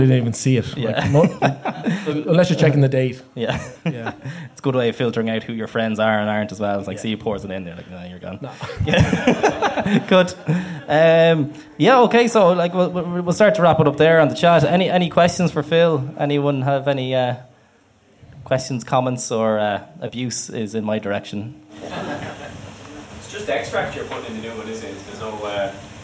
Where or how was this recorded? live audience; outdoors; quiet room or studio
live audience